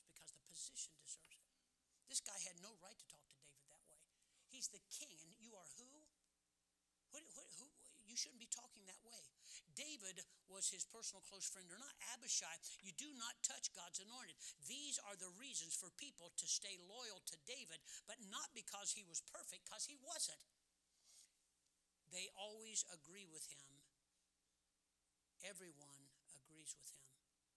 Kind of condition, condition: setting, large echoing room